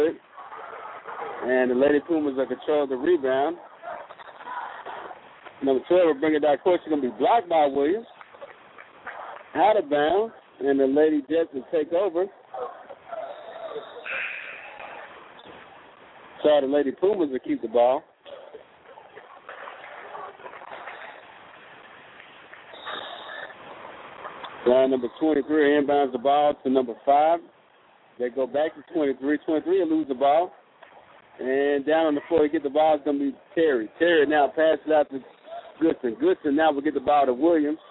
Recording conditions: busy venue